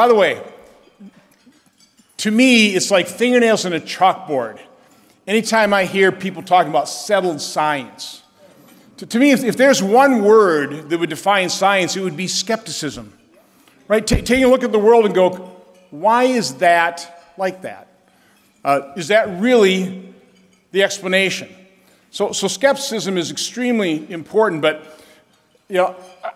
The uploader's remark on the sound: At Heartland Institute Conference. Speaks at The Heartland Institute’s 15th International Conference on Climate Change (ICCC15).